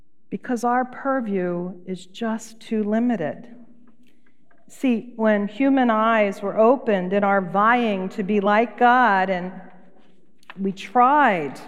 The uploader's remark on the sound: Recorded live at Beatitudes Church in Phoenix, AZ.